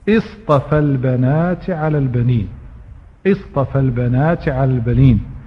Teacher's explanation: فإنك ستبتدئ بهمزة وصل مكسورة